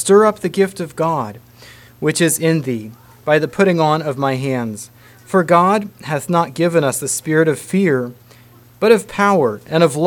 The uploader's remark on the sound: Message preached at Word Of Hope